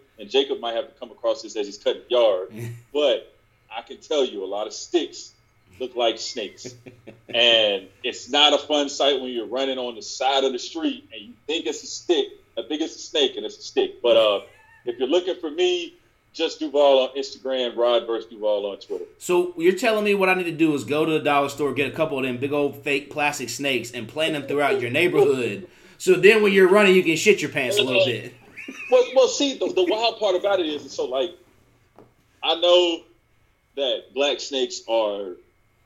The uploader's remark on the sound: Jumped on zoom.